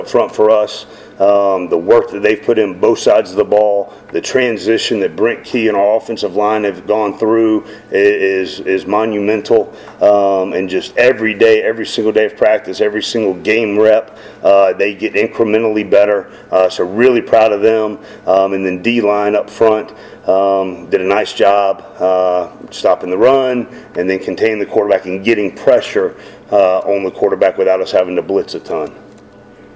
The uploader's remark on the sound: Postgame press conference (USF).